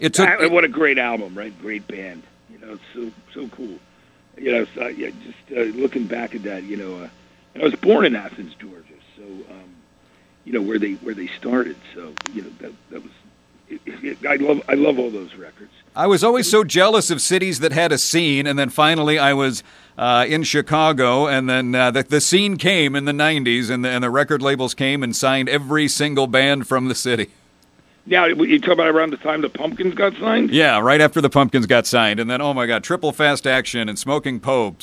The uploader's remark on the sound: called in for a chat